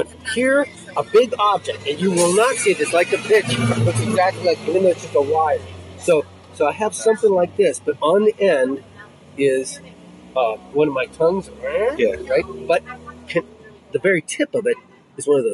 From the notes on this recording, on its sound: sit outside a coffee shop in LA